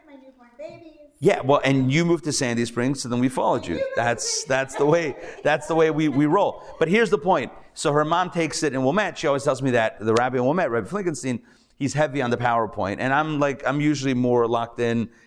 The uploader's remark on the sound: Recorded Live at The Torah Center ATL on Wednesday, January 24, 2024